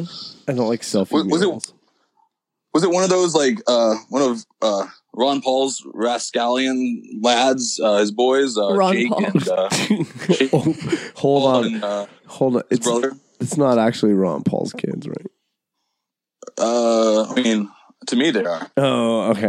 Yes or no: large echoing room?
no